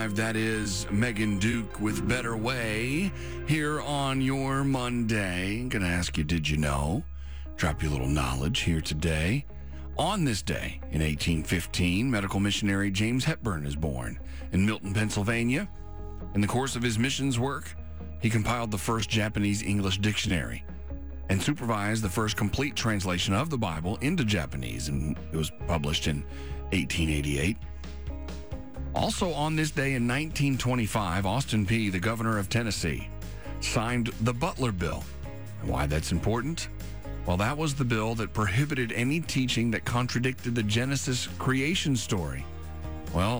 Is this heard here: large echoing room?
no